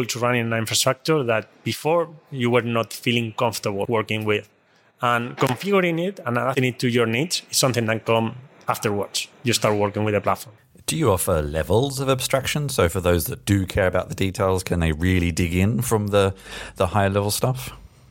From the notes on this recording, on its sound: In this first interview recorded at KubeCon EU in Valencia.